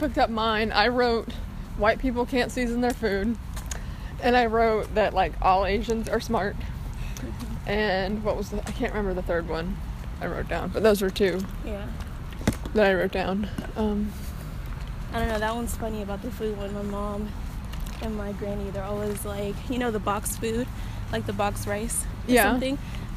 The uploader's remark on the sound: walking around the GCSU campus